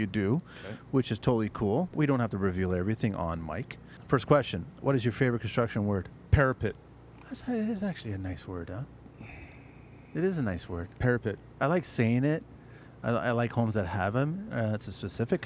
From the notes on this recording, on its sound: It’s quickly becoming the Speducci Studios for the TCL Podcast.